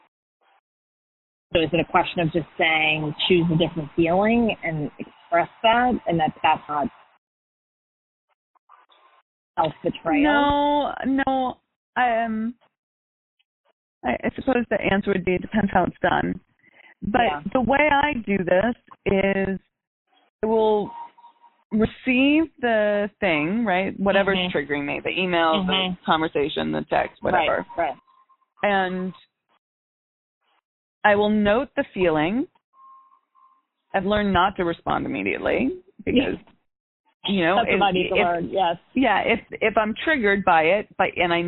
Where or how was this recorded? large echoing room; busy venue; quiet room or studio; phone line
phone line